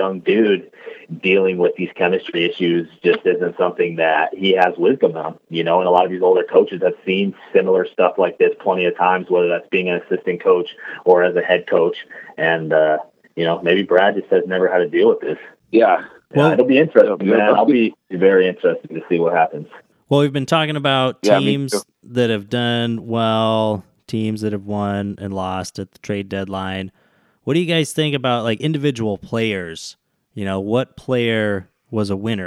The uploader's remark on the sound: Brave the Pacific Northwest blizzards to join the podcast by phone.